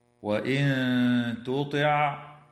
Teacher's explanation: تخفى النون الساكنة عند التاء مع الغنة مرققة